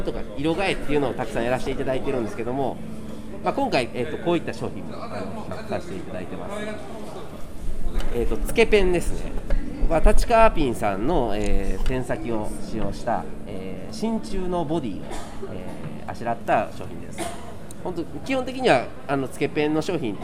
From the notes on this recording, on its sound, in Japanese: 特別編 FRAT#4会場より。東京天王洲アイルにて開催されました文房具雑貨の合同展示会FRAT#4の会場の模様をお届けします。